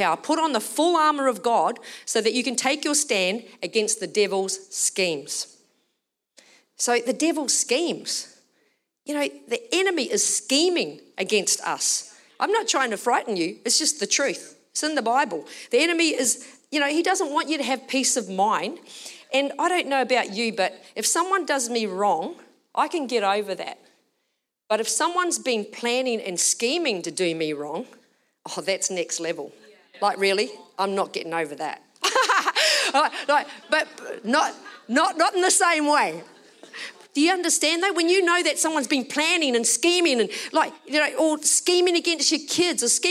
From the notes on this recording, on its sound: Recorded during our Melbourne service on Sunday, the 27th of August 2023.